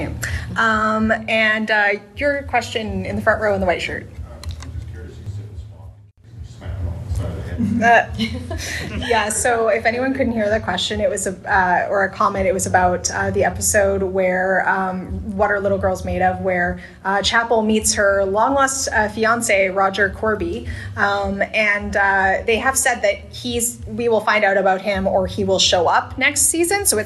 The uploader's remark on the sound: Live panel recording from Montreal Comiccon 2022.